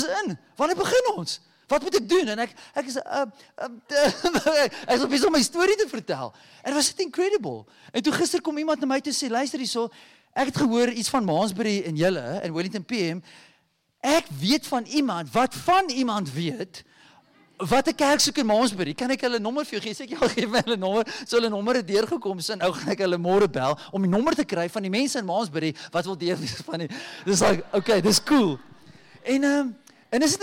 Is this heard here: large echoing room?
yes